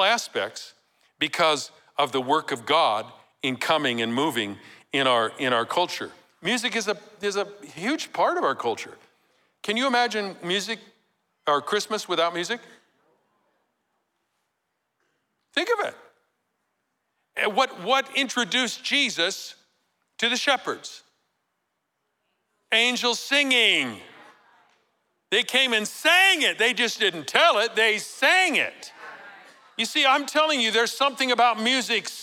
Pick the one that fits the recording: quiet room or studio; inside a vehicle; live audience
live audience